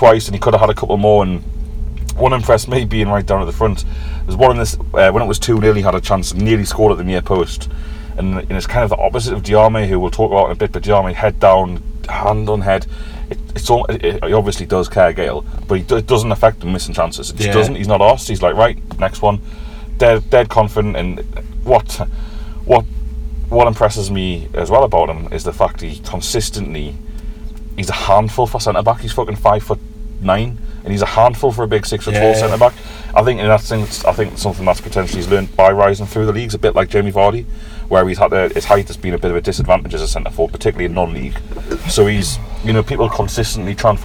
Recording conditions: outdoors